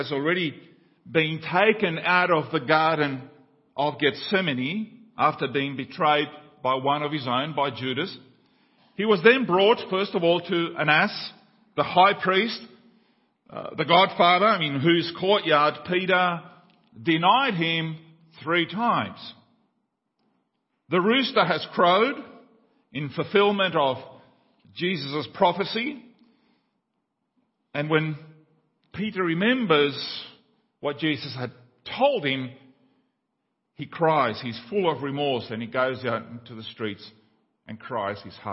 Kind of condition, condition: setting, large echoing room